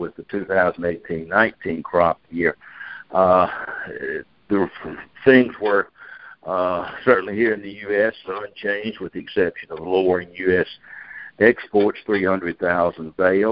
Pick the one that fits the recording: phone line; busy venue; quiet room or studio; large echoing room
phone line